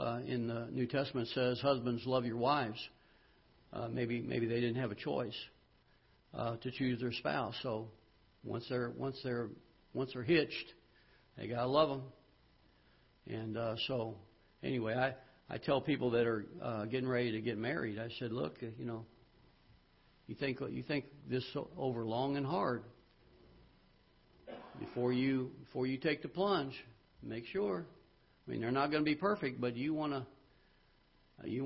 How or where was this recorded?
large echoing room